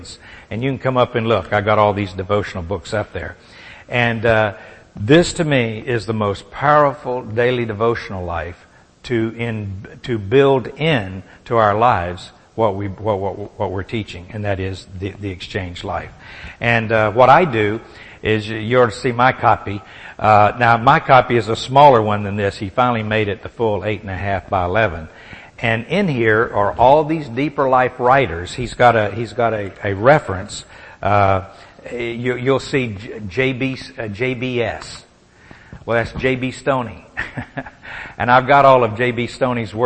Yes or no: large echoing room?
yes